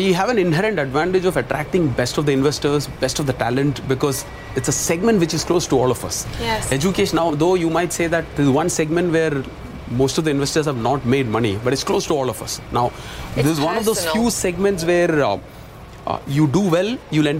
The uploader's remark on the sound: live from the New York Stock Exchange